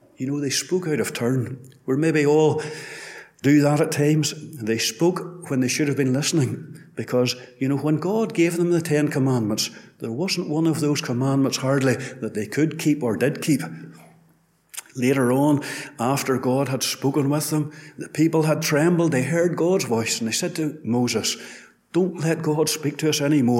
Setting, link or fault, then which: setting, large echoing room